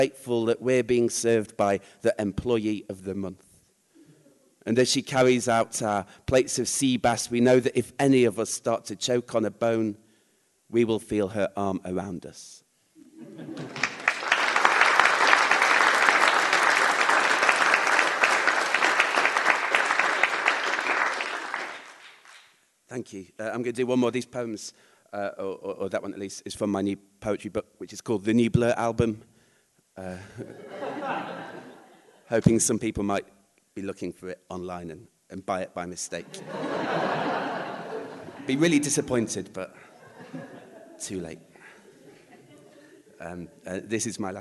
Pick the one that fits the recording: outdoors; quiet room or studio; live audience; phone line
live audience